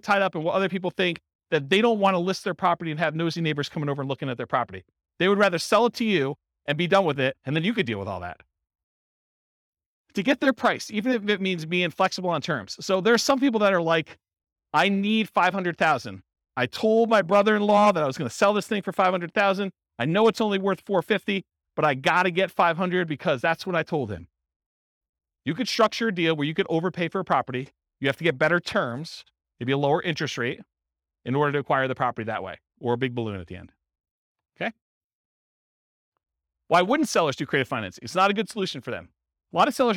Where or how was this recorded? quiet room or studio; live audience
live audience